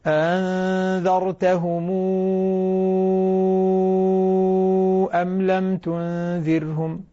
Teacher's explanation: ميم الجمع التي بعدها همزة قطع دائما وأبدا يعطيها واوا مع المد المشبع ست حركات